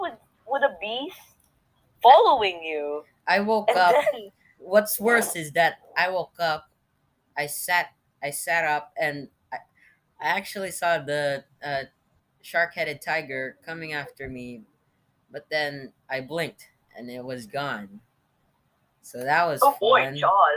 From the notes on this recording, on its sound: Then we get randomly cut off because we were recording for too long and Anchor can only support 30-minute recordings.